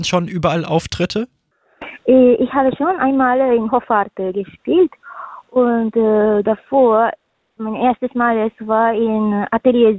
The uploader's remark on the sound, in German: Für aktuelle Infos rund um die GIGs werden die Musiker und Künstler per Telefon direkt in die Sendung zum (Live-)Interview hinzu geschaltet.